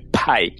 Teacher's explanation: Você pronunciou sem o aspiração que a gente tem no P em inglês. Então em inglês, na verdade, não é pai, é pai.